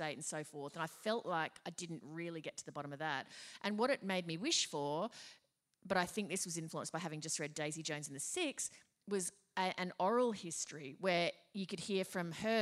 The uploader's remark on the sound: Live show recorded at The Theatre Royal, Hobart, Tasmania